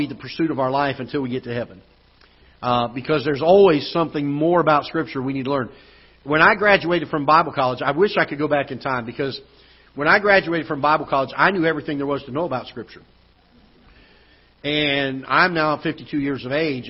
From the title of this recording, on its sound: Ketha Heights Baptist Church ~ Live Broadcast